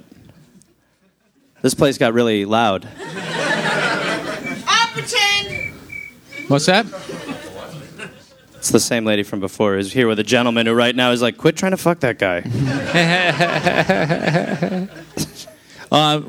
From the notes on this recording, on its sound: Live podcast from the Belly Room of the Comedy Store in Hollywood.